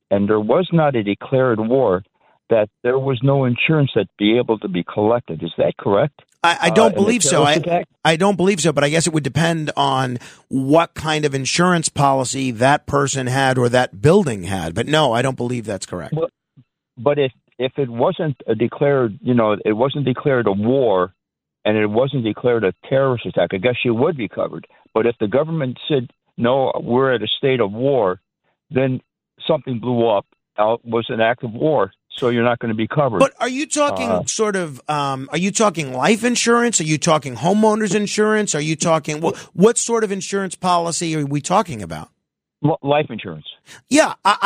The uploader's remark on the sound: opens the phones to his lovely bunch of listeners